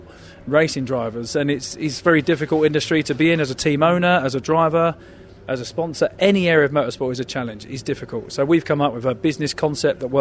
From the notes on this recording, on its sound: at Thruxton Media Day